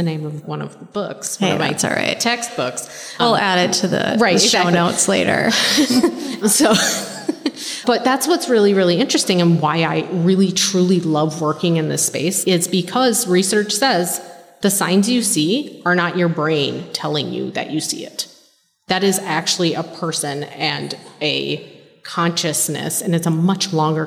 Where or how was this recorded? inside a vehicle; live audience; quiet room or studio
live audience